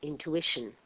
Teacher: There's no flap in the first T because it's not between two vowels. The second T, of course, is not pronounced as a T, but as a sh, intuition.